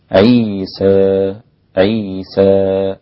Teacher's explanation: كأني رايح ناحية الياء بس لا أميل الألف إمالة مثل إمالة الانبطاح أو إمالة حمزة والكسائي وخلف · Term: التقليل